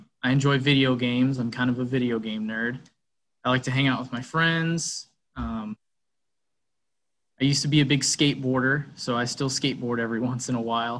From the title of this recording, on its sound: zoom interview